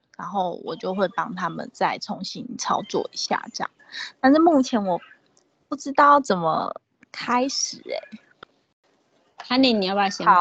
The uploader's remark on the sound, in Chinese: 此為線上課程錄音檔